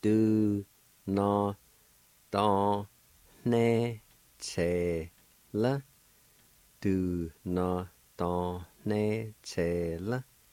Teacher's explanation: The N sound is nasalized, or there's a faint H sound with the N